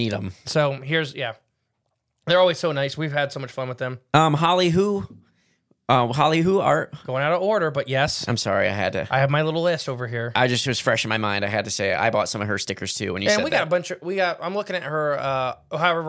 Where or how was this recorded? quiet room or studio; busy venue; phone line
quiet room or studio